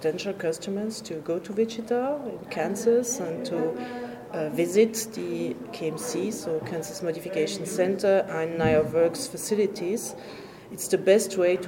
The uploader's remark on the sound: Live from Cargo Facts EMEA 2024 in Amsterdam.